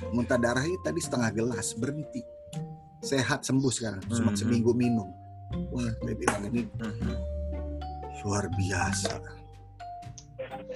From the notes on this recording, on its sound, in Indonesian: REKAMAN SUARA ZOOM Meeting.